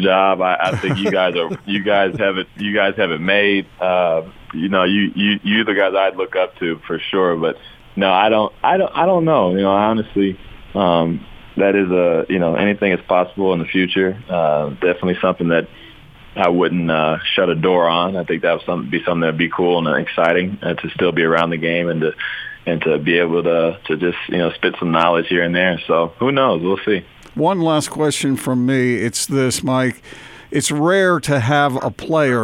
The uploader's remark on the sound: called in to 'The Big Show'